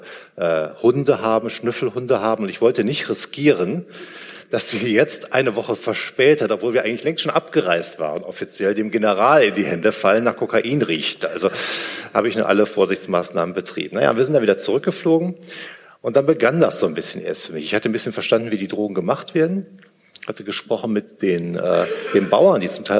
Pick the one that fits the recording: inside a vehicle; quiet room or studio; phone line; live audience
live audience